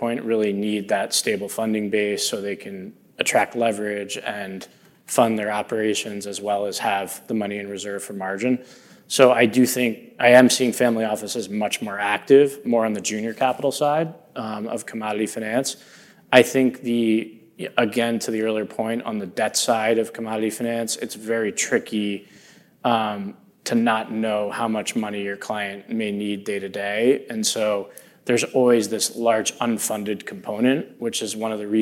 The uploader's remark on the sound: In this panel recording. The panel was recorded at the Reuters Events Commodity Trading USA event.